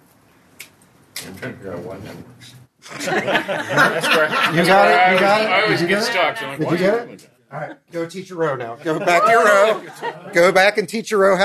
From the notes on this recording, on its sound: recorded at the National Disciple Making Forum